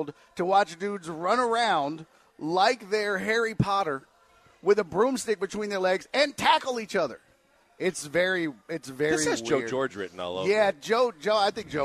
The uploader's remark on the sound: live from The Decoy